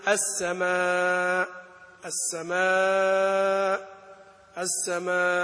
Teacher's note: لكن إذا وقفت، إذا كان المد متطرفا ووقفت عليه وكان متصلا، طبعا احنا عارفين انه المد العارض للسكون ياتي في قصر وتوسط واشباع، لكن هذا النوع المد المتصل لا يجوز قصره اصلا